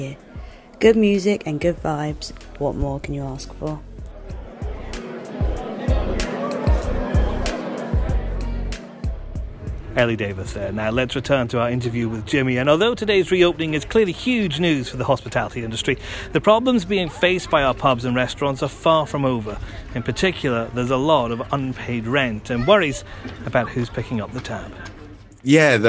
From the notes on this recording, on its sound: Recorded in the beer gardens of Walthamstow’s Orford Road.